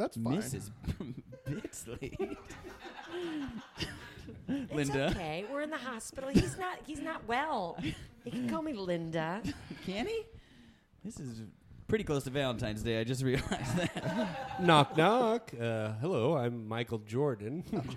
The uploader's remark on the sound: Live at the Torch Theatre in Phoenix